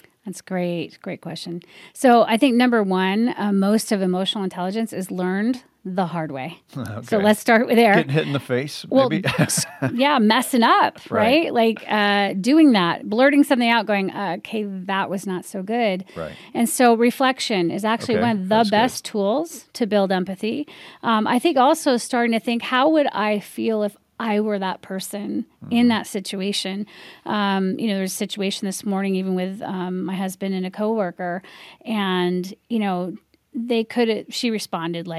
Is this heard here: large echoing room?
no